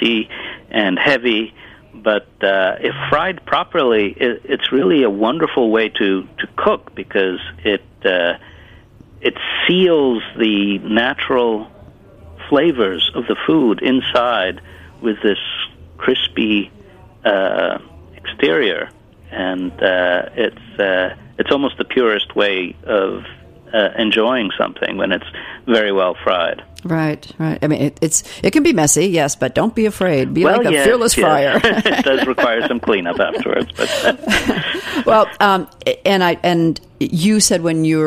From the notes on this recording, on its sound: is on the phone